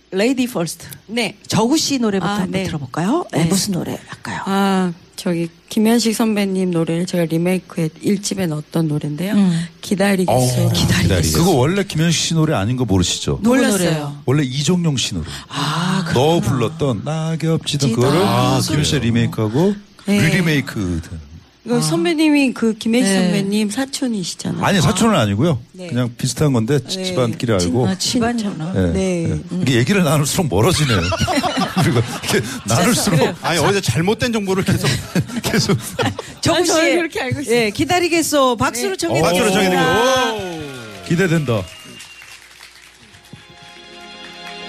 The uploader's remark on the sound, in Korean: 연말특집 공개방송 토닥토닥 2016 콘서트